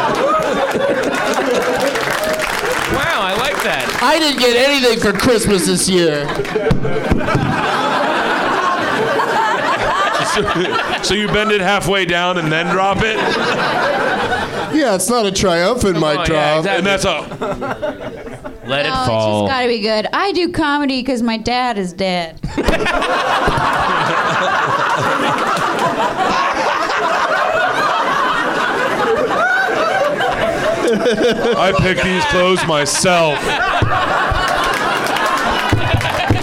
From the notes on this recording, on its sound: Live from the NerdMelt Showroom in Los Angeles